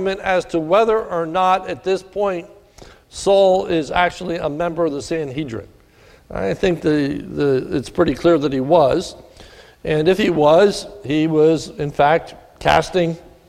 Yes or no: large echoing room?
yes